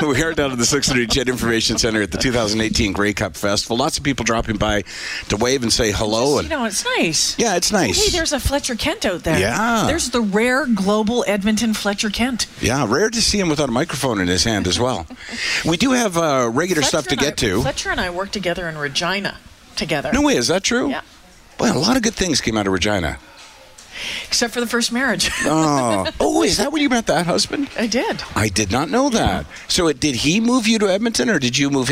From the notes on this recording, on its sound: broadcast live from the 630 CHED Information Centre at the 2018 Grey Cup Festival